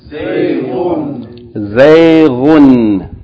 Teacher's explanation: the first syllable is a diphthong. Fatha followed by ya with sukoon.